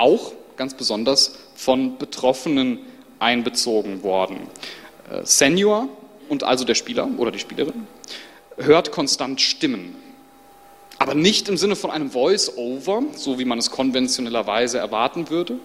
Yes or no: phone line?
no